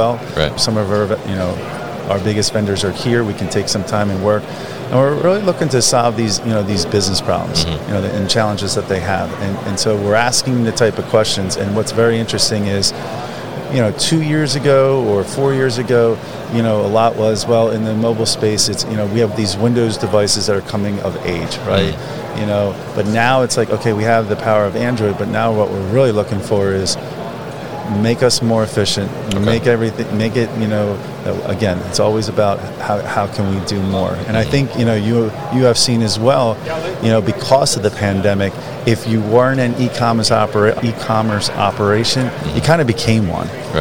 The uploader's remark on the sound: Procensis at MODEX 2022. Came by The New Warehouse booth to talk about his thoughts on the trends at the show.